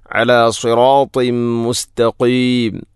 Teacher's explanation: അല സിറാത്തിം മുസ്തഖീം, അല സിറാത്തിൻ ത്വാ, ശേഷം തൻവീനു ശേഷം മീം വന്നാൽ ഇദ്ഗാം കാമിൽ, തൻവീനിനെ മീമിലേക്ക് ഇദ്ഗാം ചെയ്യണം.